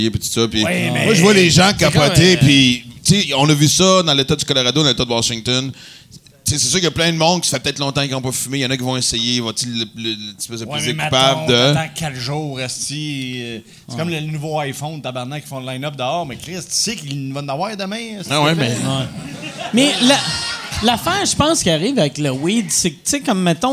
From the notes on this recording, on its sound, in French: enregistré au Bordel